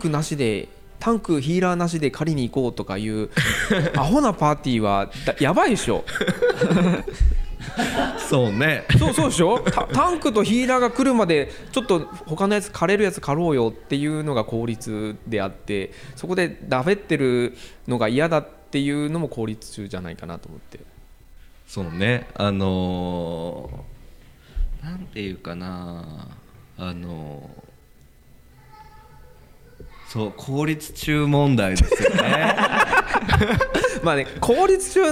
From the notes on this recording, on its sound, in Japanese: 博多南駅前ビルの3階にあるシェアオフィス「博多南しごと荘」主催で開催されている、当事者同士の内輪話を覗き込むトークイベント「しごとの寄り合い」から。昨年度、博多南駅前ビルで収録したものです。